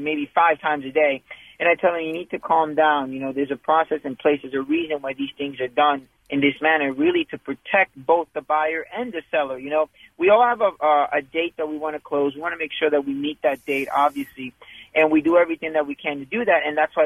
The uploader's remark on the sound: is on the phone